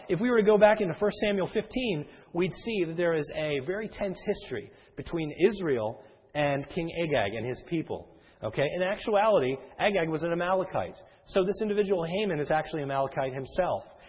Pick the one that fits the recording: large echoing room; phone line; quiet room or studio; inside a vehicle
large echoing room